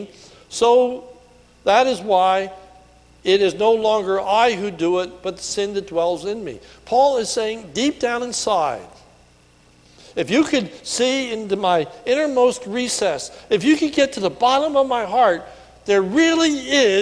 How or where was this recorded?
large echoing room